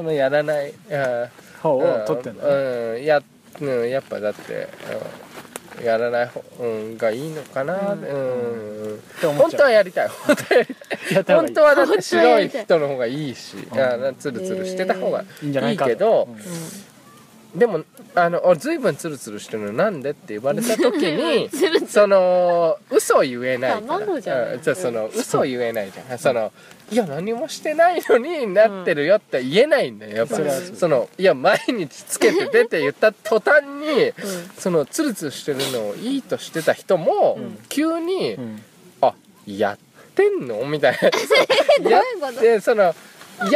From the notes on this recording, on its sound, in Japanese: 本栖湖で月夜に照らされ、富士山を見ながらの収録です。